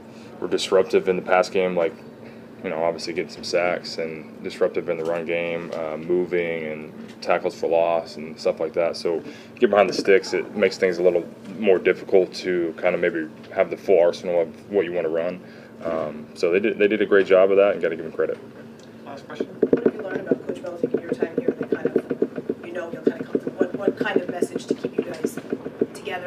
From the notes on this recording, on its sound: postgame press conference on Sunday, October 29, 2023